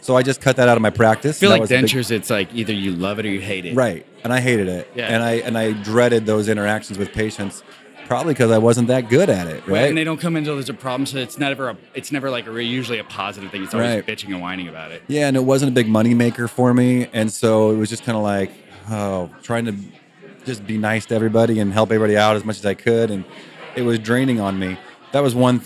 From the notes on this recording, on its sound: Live from DIA 2.0. Two podcasts collide live at DIA2.0 in Scottsdale, AZ.